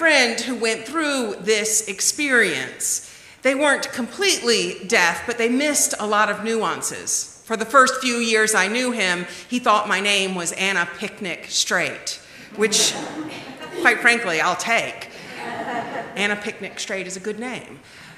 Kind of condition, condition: setting, large echoing room